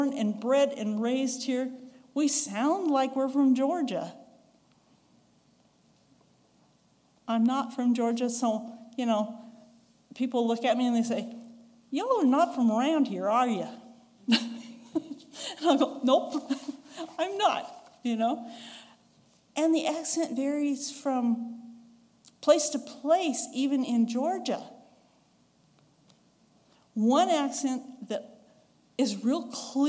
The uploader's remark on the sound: recorded on June 4, 2022, at Ringgold Seventh-day Adventist Church